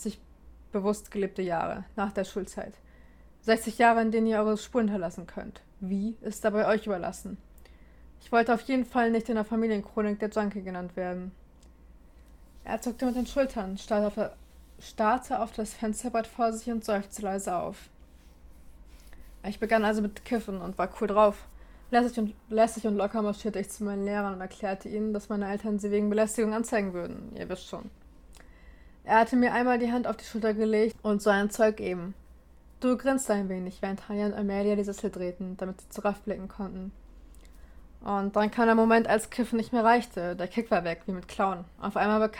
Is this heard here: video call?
no